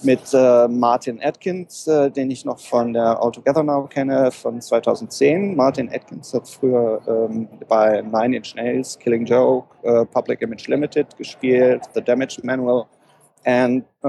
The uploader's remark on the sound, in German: Reden via Skype über den Teich. Bitte entschuldigt die Tonqualität, die unserer Spontanität zum Opfer gefallen ist.